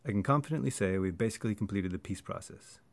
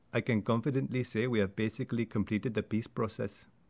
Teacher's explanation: You'll notice I almost dropped can, the, have. A lot of words just kind of disappeared as I emphasized just the words that I wanted to make important. · Shown in: first take